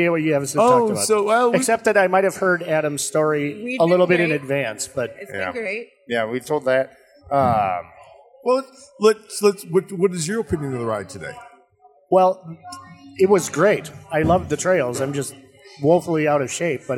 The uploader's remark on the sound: This show was recorded after the race at Limestone Brewery in Osage, IA.